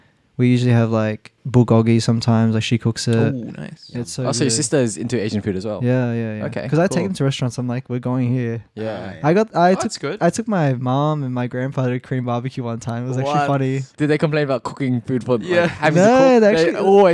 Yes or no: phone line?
no